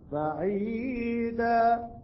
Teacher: على الألف والمد يكون بمقدار ما الطبيعي. لا نأتي بالتنوين، نقف على الألف · Term: مد العوض